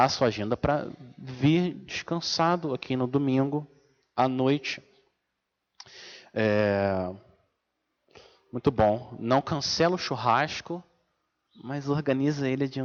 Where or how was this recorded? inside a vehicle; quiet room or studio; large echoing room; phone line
large echoing room